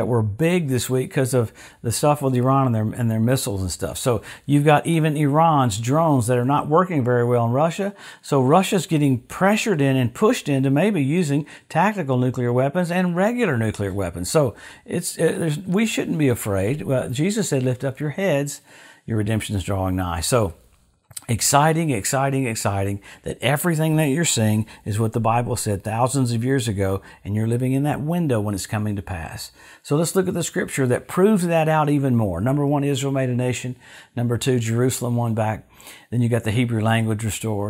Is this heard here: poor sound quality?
no